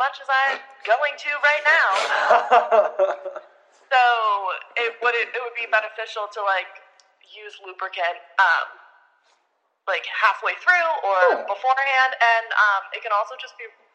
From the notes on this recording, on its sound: FINAL BAD AUDIO QUALITY EPISODE! We've finally invested in equipment so brace your ears for some echos.